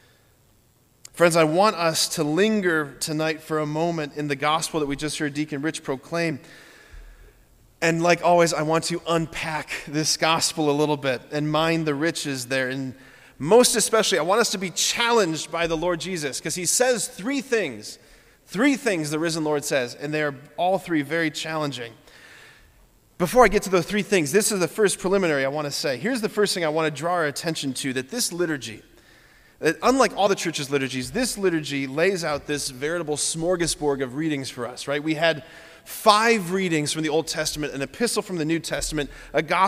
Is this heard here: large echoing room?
yes